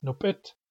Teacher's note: One time should be nup pit with double P, but it's not. One of those P's is simply dropped. And this is probably because this is a frequent word that's used a lot, and people over time wore the word down.